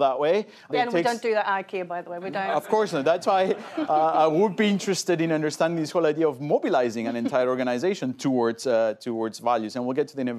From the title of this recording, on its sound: Event audio